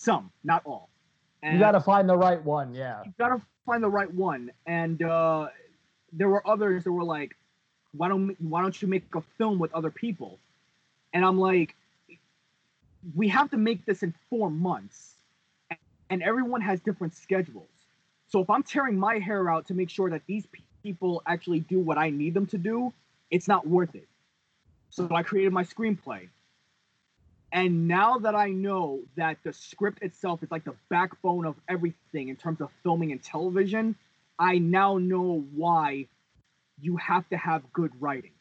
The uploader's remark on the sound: Warning, first time audio is TERRIBLE on Skype, lol, please bare with it.